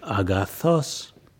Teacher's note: So if you say the word good in ancient Greek, it's agathos, but actually the accent is on the last element of that word, so your voice would go agathos. You hear my voice rising in pitch at the last syllable